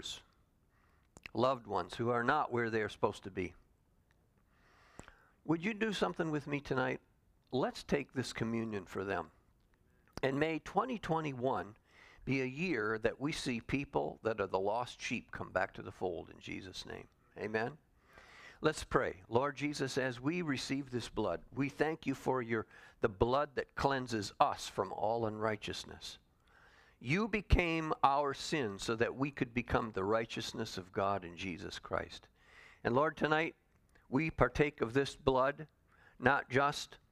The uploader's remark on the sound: Calvary Assembly of God live Stream